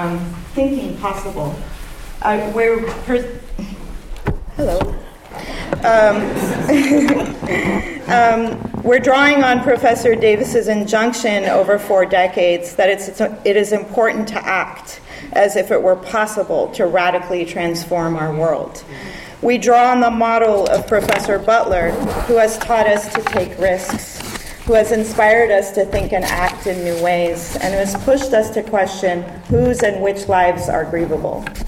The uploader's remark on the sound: This panel was held on November 19th, 2017 at the Middle East Studies Association's (MESA) annual conference